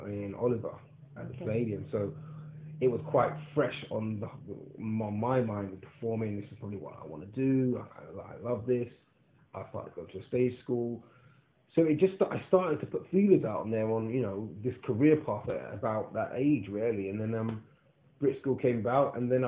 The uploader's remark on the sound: apologies for the minor sound glitch towards the start